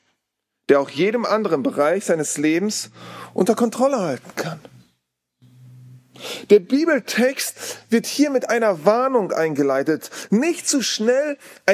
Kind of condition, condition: setting, large echoing room